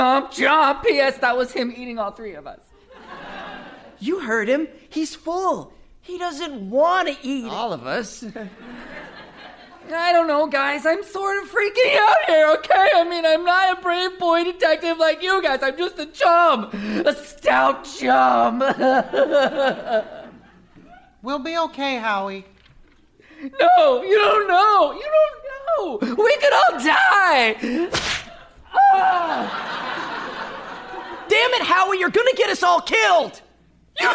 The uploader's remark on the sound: Recorded Live 9/10/2010 at Largo, Los Angeles.